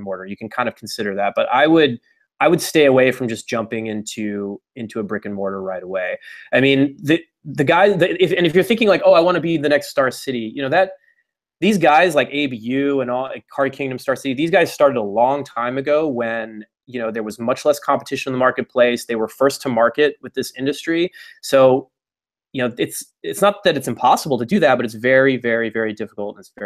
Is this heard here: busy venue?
no